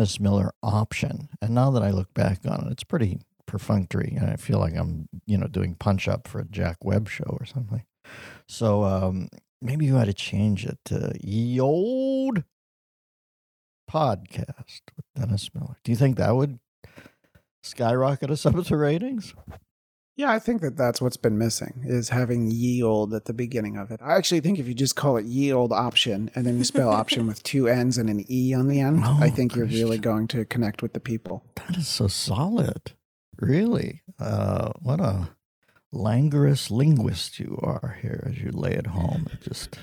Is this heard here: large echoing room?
no